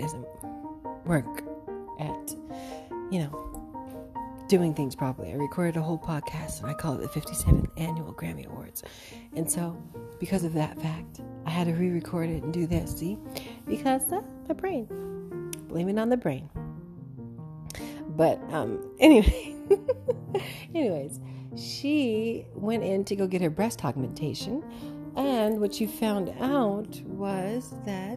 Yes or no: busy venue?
no